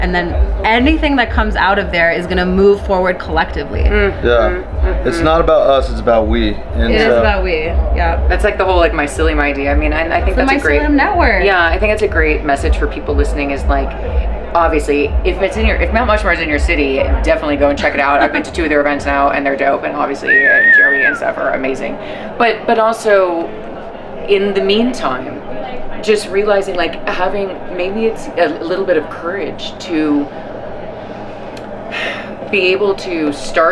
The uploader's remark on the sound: a compilation of short on-the-go interviews with thought leaders during MAPS' Psychedelic Science Conference